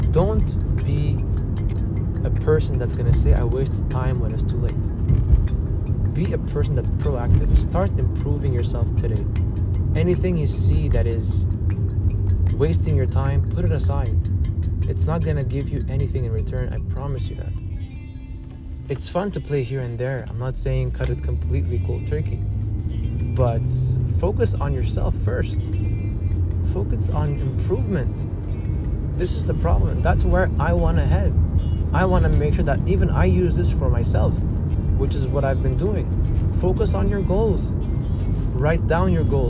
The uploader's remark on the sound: I apologize in advance for the background noise as this episode was recording hands-free while driving.